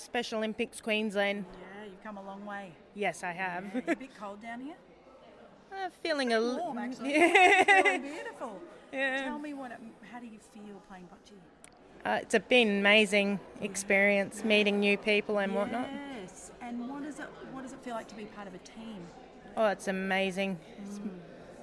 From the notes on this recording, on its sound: Captures more of the Special Olympics sounds of belonging, friendship, joy and inclusion.